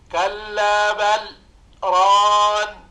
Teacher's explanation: لاحظ أن السكت بدون تنفس، أقول كلا بل ران، لا أتنفس في هذا السكت.